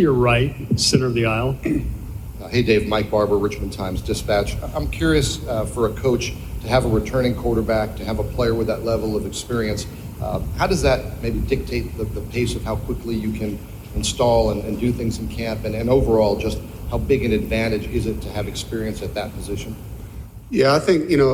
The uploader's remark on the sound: FULL NC STATE PRESS CONFERENCE, ACC KICKOFF 2022